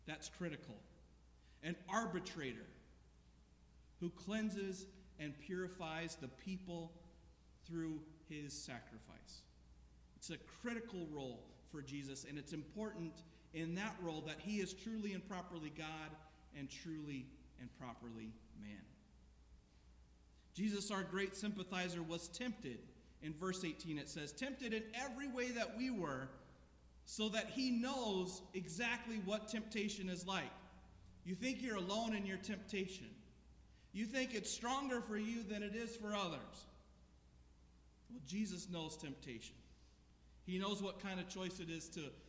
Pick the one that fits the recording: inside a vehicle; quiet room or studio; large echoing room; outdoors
large echoing room